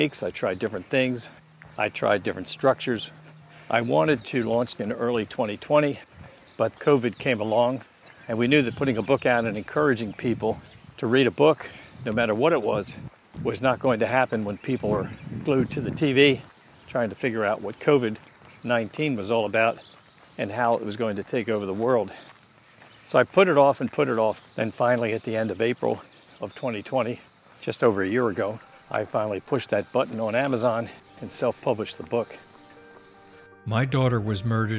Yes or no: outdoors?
yes